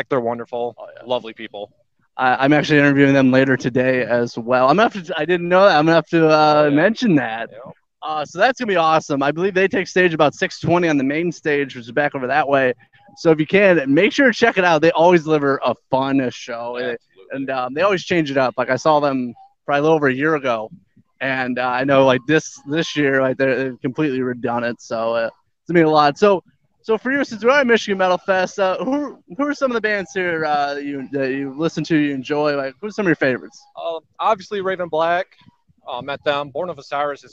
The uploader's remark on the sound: SCR Live: DarkSyde Acres Haunted House at Michigan Metal Fest. SCR was invited to do press coverage from Michigan Metal Fest.